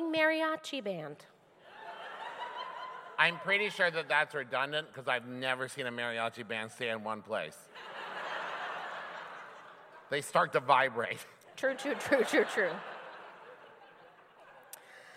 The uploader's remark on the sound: We recorded it LIVE in New Orleans!